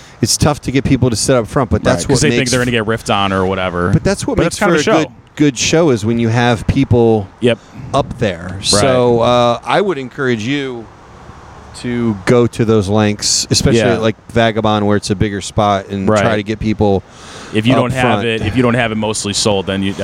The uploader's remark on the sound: Episode 17 was recorded following the comedy open mic at The Waverly Brewing Company August 21st, 2022. This is a free show every Sunday in Baltimore.